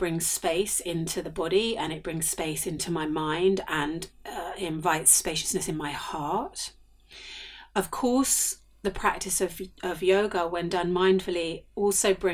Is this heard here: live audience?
no